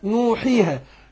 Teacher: الواو ساكنه هي وقبلها النون مضمومه تبقى دي واو ماديه. الياء نقول نوحي، الياء هي ساكنه الحاء قبلها مكسوره تبقى الياء ماديه.